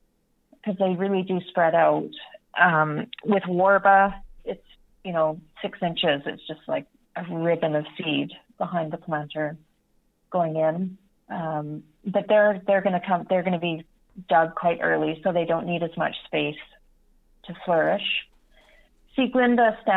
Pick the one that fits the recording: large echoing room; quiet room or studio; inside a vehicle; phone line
phone line